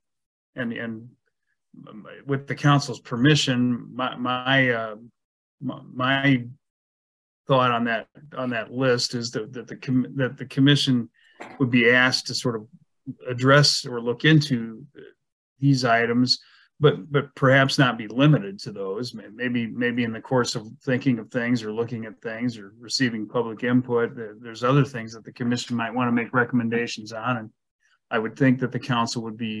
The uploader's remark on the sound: was held on Zoom